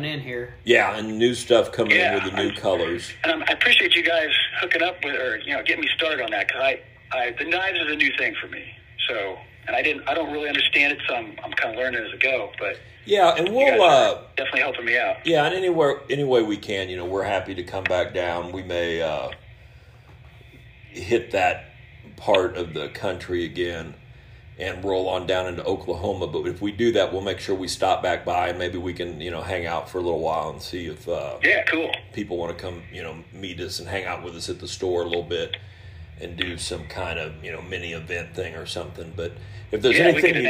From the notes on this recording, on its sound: a couple of surprise phone calls!